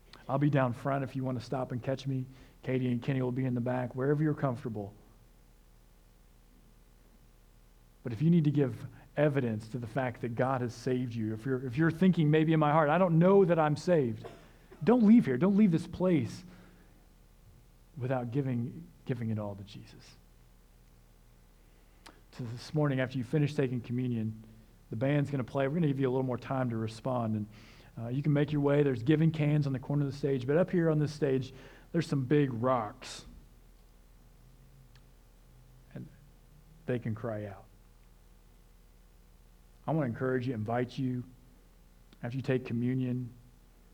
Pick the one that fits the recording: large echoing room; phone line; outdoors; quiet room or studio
large echoing room